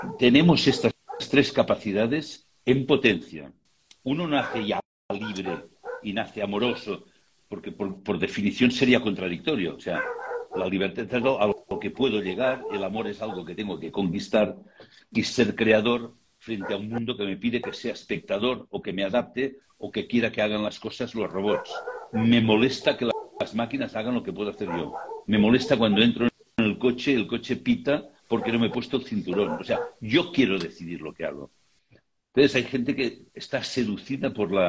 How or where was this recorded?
video call